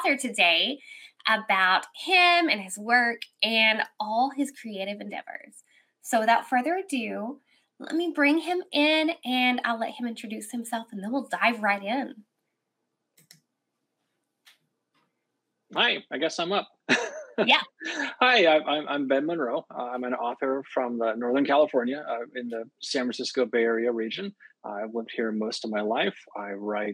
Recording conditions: video call